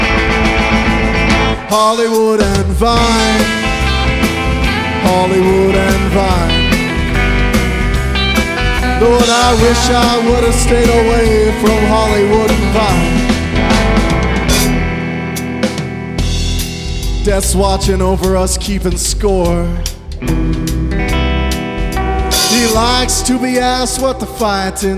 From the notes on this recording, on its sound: Live at The Mint 12-12-14